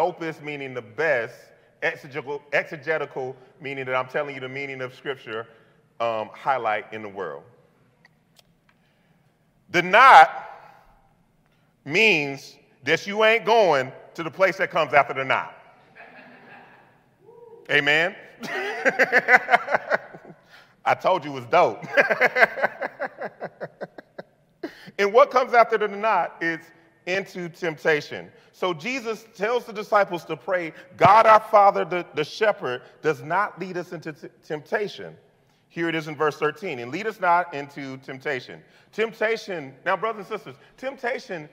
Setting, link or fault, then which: setting, large echoing room